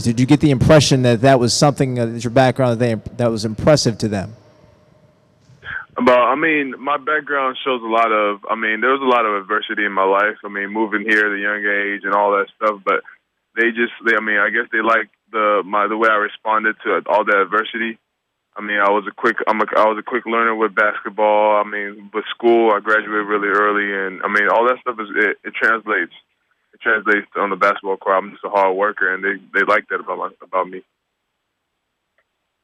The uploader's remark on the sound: Post Draft Conference Call